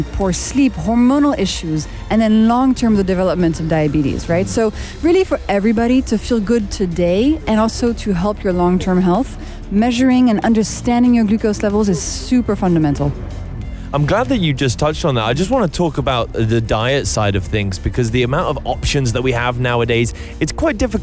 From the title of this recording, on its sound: Live from SEF 2024